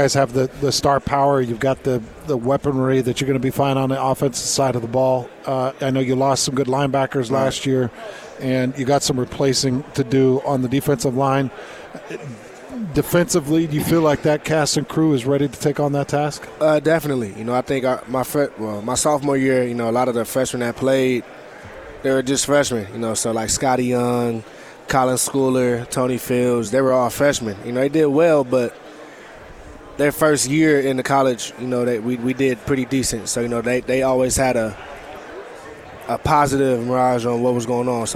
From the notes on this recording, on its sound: live from Pac-12 Media Day